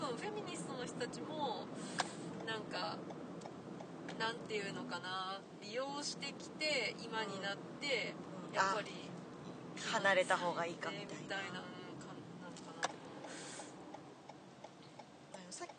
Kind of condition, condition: setting, inside a vehicle